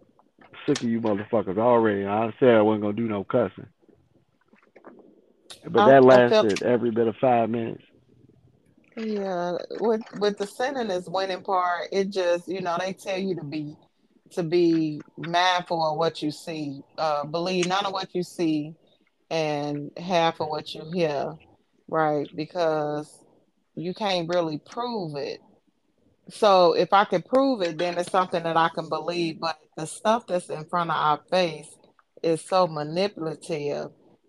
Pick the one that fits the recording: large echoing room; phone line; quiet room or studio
phone line